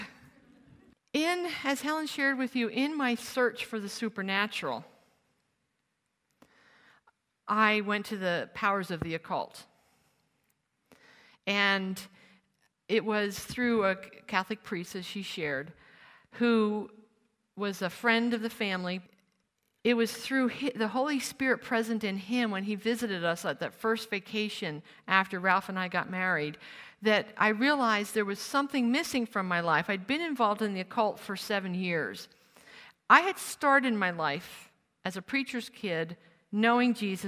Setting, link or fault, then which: setting, live audience